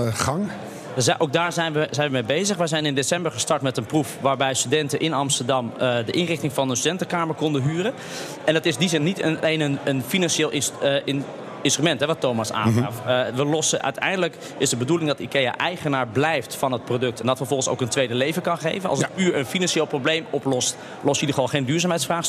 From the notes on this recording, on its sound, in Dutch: Live vanuit Circl op de Zuid-as.